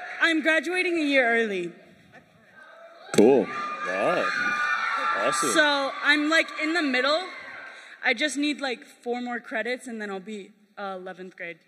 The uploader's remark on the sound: LIVE Podcast! - Featuring Students (Kingdom Camp 2023). We spent some time hearing from our campers.